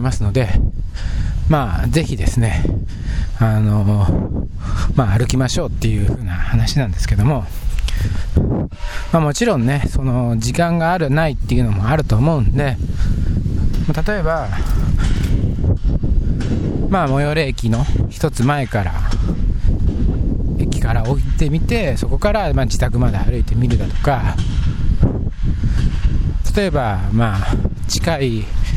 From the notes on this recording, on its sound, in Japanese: 外を歩きながら収録しました